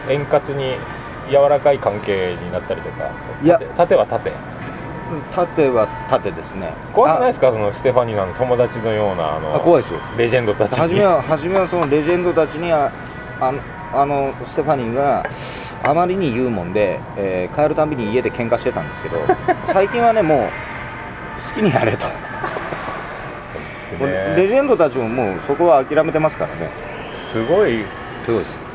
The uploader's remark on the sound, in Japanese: 録って出しでございます。2年連続でヒルトンの高額軽食とコーヒーを楽しみついでに収録をしております。